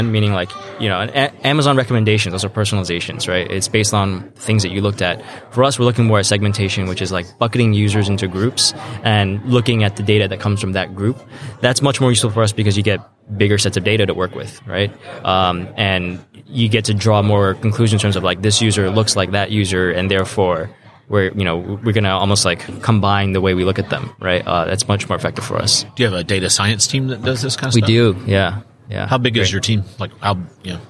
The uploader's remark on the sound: Live from the NRF Big Show.